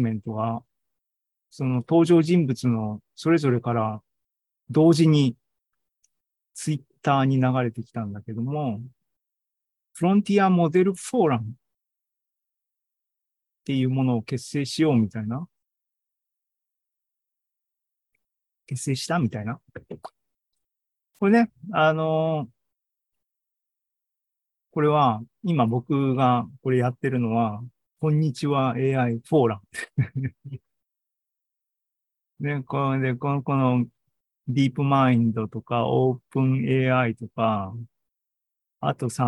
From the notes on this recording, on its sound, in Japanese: ２０２３年７月２９日に開催した ZOOMライブの模様です